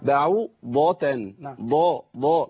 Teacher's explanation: ده الضاد في اعلى مراتبها مفتوحه